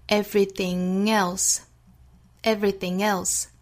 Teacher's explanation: Everything 和后面的 else 同样呢也是可以形成连读的，后鼻音和元音的连读